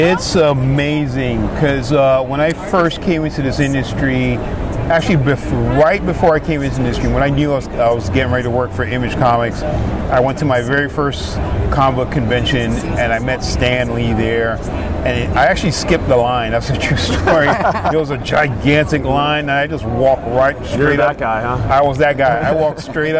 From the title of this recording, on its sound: LIVE from SDCC '23